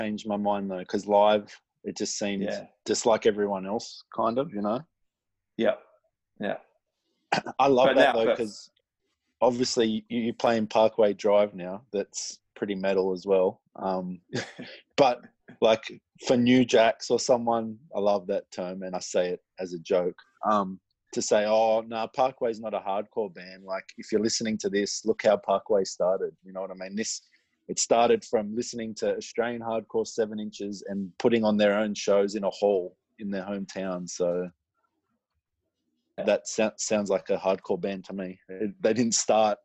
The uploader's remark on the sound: Got on zoom together.